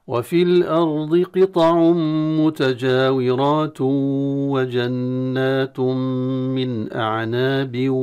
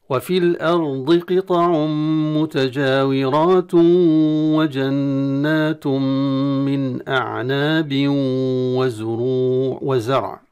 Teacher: تشديد الواو هذه علامة الإدغام، ولكن الإدغام الصحيح أن نأتي بغنة، أي بفتح الخيشوم، بحيث تكون الغنة مع الواو بشكل متساوي · Shown in: second take · إن طغت الغنة أصبح كالإخفاء، وإن طغى الواو دون بيان الغنة أصبح إدغاما تاما، ليس إدغاما بغنة. · Term: الإدغام بالغنة